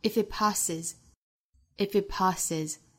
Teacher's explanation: 所以两个爆破音相遇，前面一个失去爆破